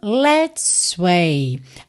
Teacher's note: Aqui é super importante você saber que você não precisa fazer dois S's.